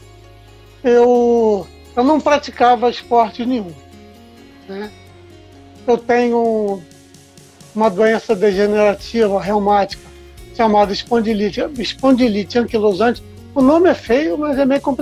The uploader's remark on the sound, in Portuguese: Live no Instagram